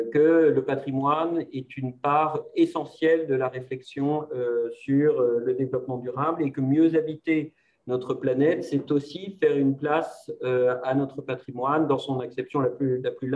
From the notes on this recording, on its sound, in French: Séance enregistrée le 23 septembre 2021 sur Zoom.